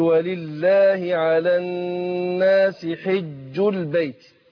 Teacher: تعطيش الجيم قلنا أقرب للدال من الشين، ما قولش حج البيت حجوا حجوا دي، لا أقول حجوا جو حجوا، وفي نفس الوقت إيه بشدد الإيه الجيم خلاص.